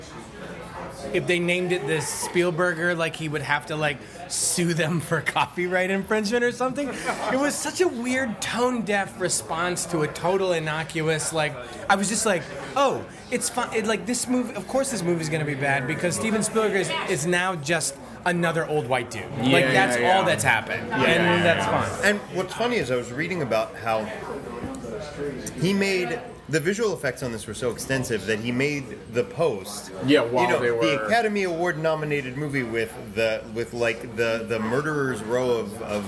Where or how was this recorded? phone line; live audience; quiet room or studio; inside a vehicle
live audience